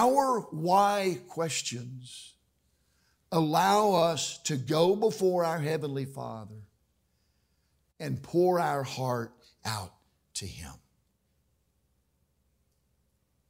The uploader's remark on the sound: during the evening service